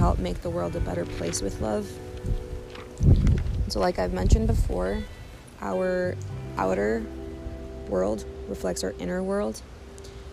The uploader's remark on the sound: I do apologize for the wind, it definitely wanted to make itself known